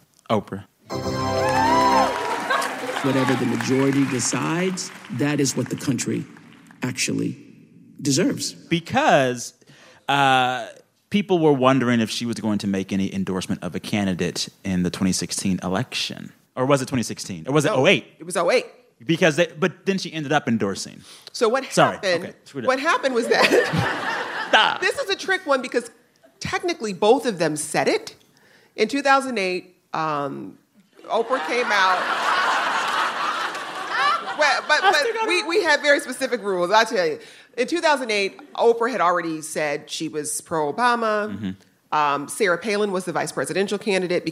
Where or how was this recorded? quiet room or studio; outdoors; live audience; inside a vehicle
live audience